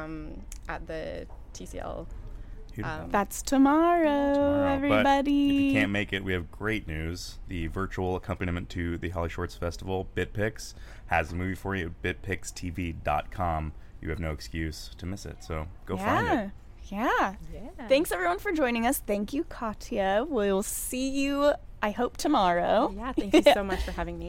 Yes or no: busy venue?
yes